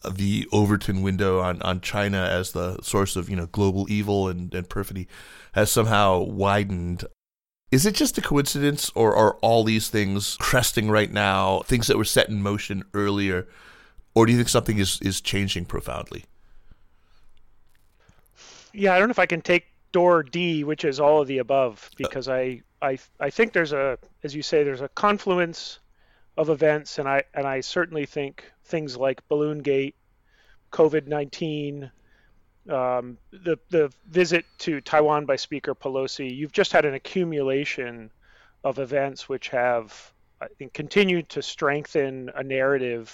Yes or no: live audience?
no